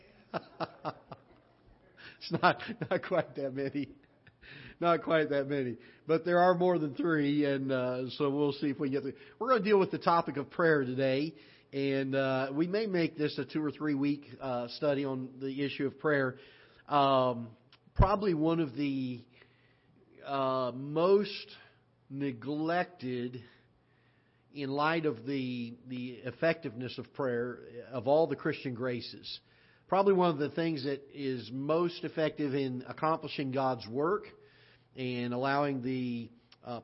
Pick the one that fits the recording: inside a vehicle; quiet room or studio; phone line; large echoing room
large echoing room